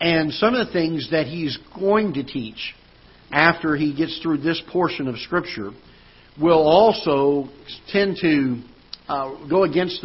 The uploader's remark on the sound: Ketha Heights Baptist Church ~ Live Broadcast